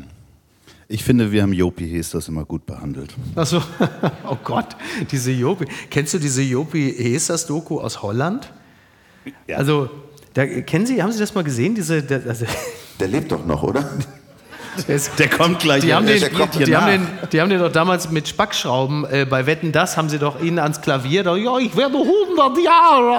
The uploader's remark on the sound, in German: live aus Hamburg